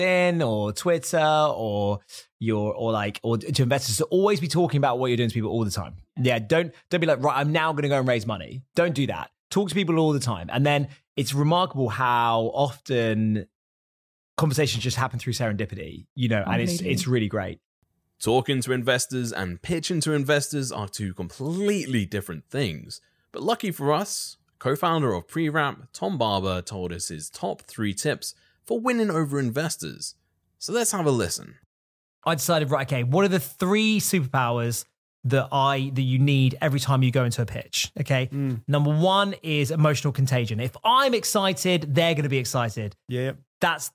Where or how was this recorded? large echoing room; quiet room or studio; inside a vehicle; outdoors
quiet room or studio